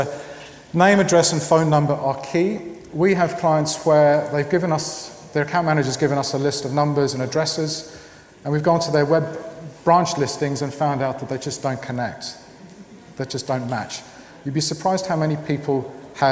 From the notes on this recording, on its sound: This week’s internet marketing podcast shares a talk from the BrightonSEO conference which took place in April.